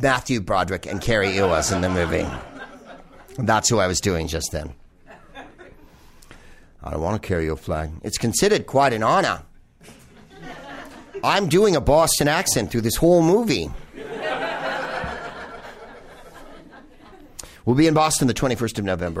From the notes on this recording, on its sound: Back home at West Hollywood's Bar Lubitsch